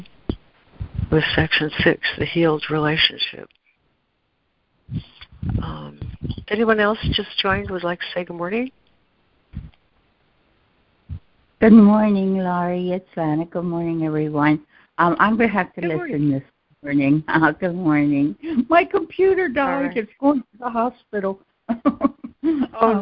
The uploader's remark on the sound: ACIM Daily Conference Call